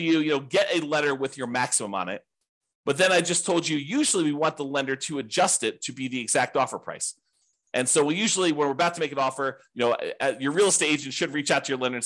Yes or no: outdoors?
no